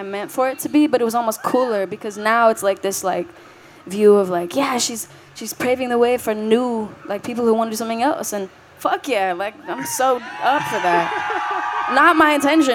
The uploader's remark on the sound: Recorded live on stage at Austin's ACL Music Festival.